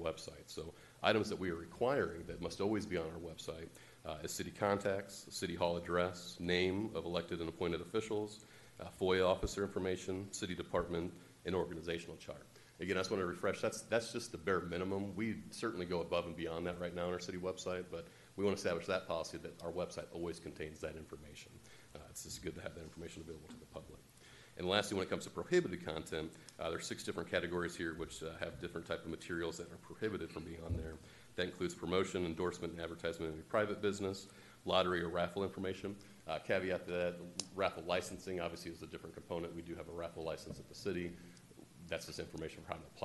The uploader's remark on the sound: This is a live recording of the Collinsville City Council from February 8, 2022.